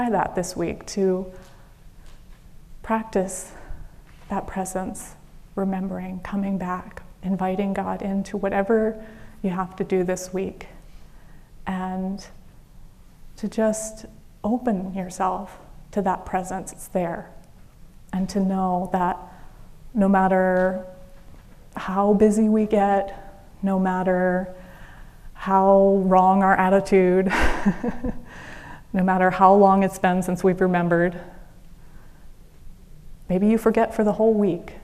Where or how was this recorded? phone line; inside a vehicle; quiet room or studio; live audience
live audience